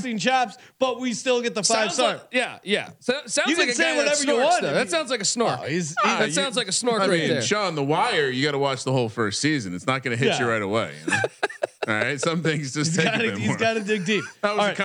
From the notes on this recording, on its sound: Live from The Wynn in Las Vegas. Live from The Wynn in Las Vegas.